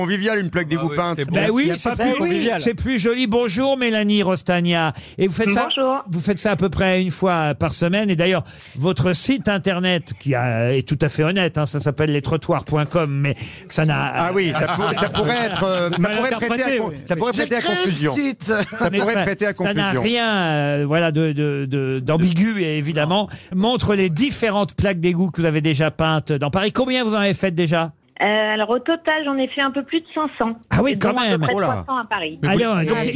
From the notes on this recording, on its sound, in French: LE COUP DE FIL DU JOUR. Au téléphone des Grosses Têtes.